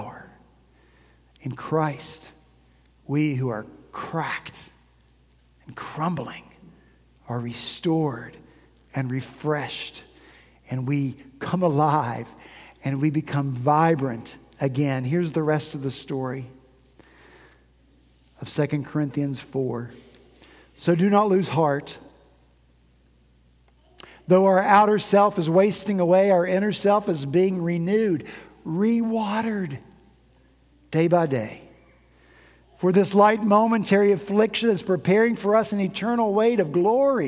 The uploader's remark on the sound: At Redeemer Presbyterian Church in Charleston, SC